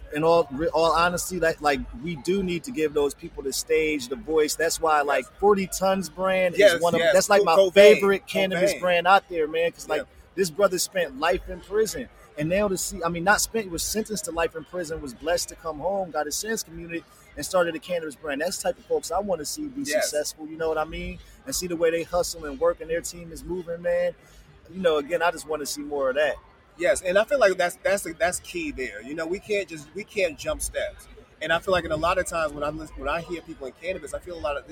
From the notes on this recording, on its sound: Another episode live from Black Cannacon.